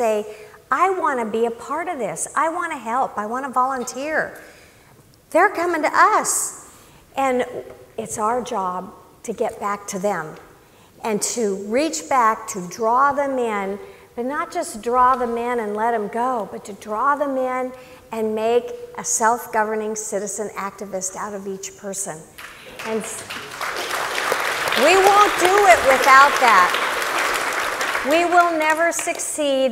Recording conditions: busy venue